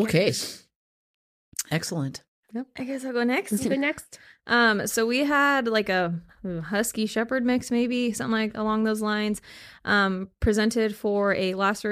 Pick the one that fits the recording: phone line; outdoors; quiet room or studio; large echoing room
quiet room or studio